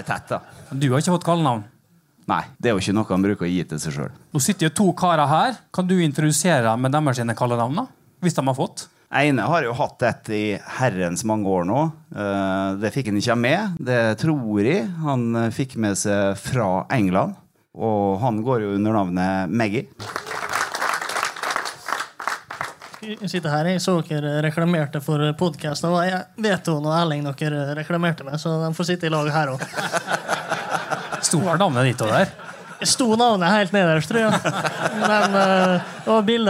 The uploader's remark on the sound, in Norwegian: RB-sporten LIVE på Molde Fjordhotell. RB-sporten var live på Molde Fjordhotell under MFKs kickoff.